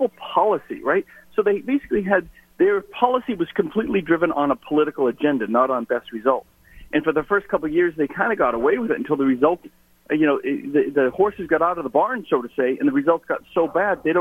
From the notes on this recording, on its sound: Called into GMNH.